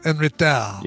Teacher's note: you don't pronounce the last consonants